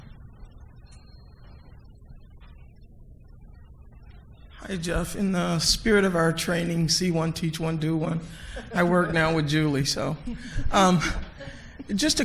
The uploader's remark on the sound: Recorded at the 7th annual Chief Medical Officer Summit.